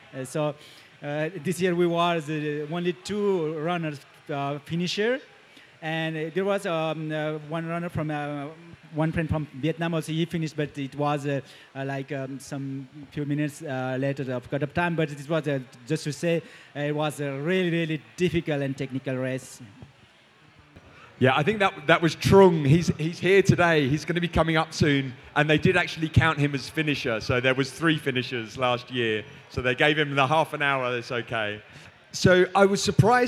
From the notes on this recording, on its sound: VMM 2023 - Pre Race Interviews. We are joined on stage at VMM.